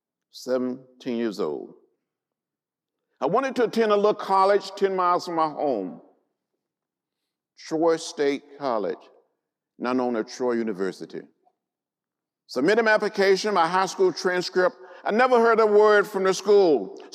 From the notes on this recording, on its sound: gave a lecture at the Indiana University Auditorium